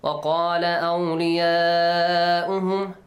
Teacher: So the mad is wajib, extended for 5-6 counts.